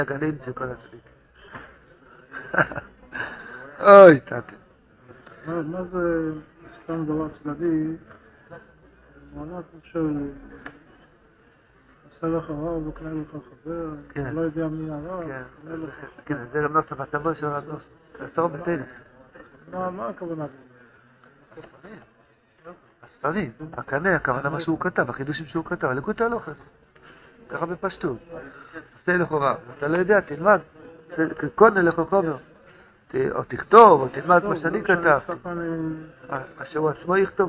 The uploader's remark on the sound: Audio drastically improves starting Daf 4A.